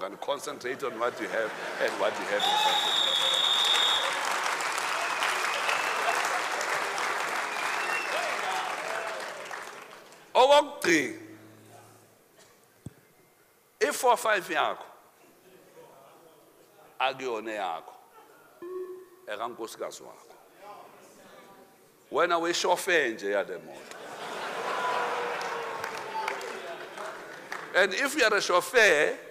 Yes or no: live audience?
yes